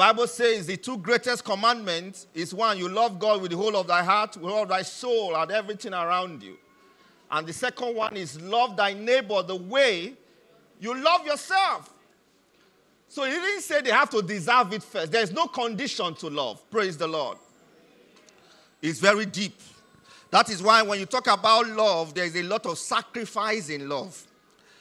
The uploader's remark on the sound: Message delivered during the 2023 Christmas Carol service